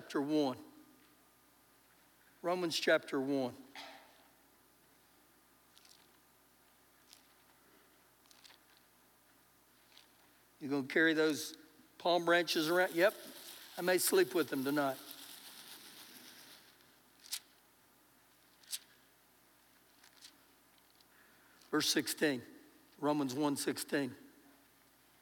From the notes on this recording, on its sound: Recorded live during our Sunday morning service